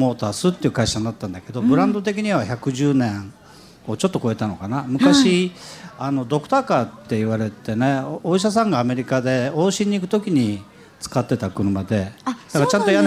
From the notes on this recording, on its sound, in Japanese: 今週は「ル・ボランカーズミート2014」で行われた公開録音の模様をお届けします！